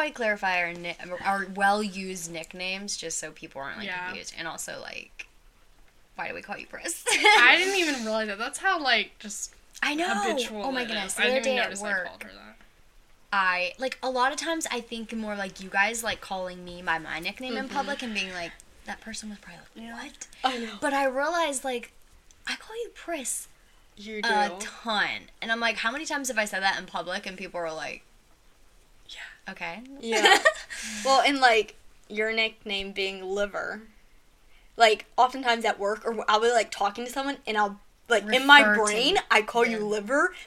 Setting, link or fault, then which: fault, sounds in the background